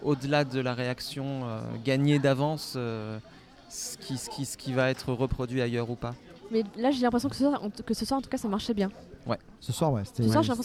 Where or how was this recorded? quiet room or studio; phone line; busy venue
busy venue